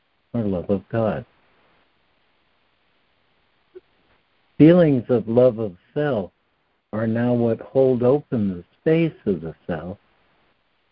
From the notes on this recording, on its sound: ACIM Daily Conference Call